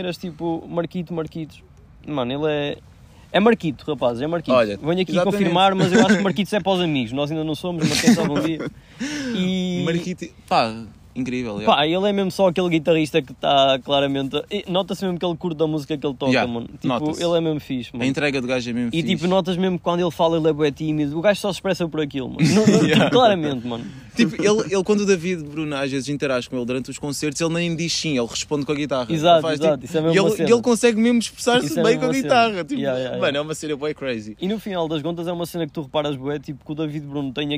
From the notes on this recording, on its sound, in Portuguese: Esta semana temos um episódio especial que foi gravado num jardim.